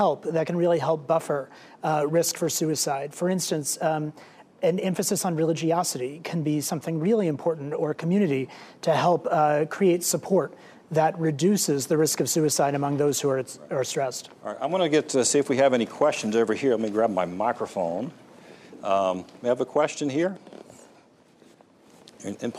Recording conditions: live audience